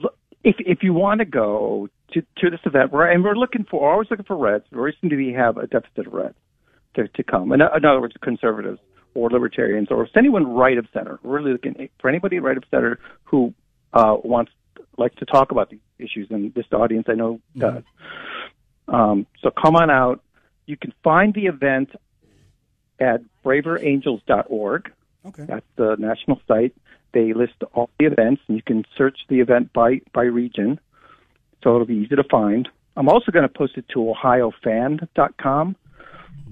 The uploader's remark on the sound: All the way from Rocky River. Wraps up the show taking your phone calls.